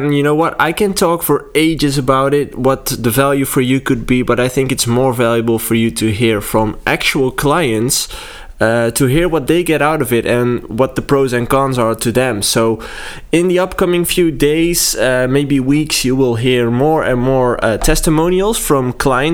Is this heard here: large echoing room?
no